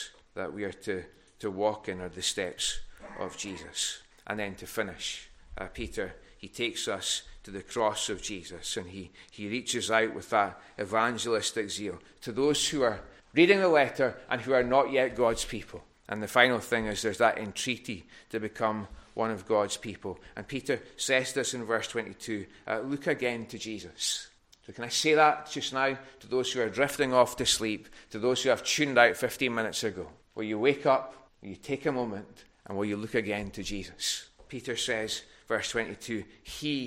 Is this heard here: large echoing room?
yes